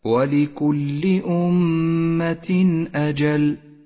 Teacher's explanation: والواجب هنا أن يظهر التنوين وأن تظهر الهمزة من غير غنة أو تشديد · Term: حكم الإظهار